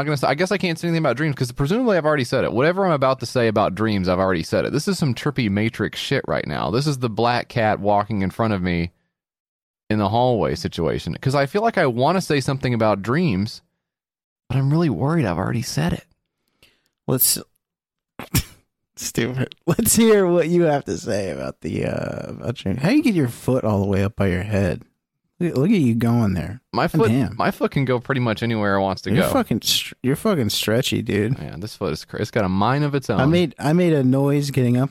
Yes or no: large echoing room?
no